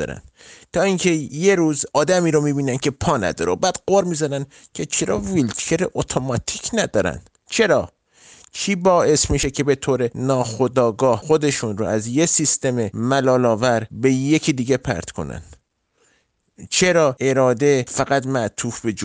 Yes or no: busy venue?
no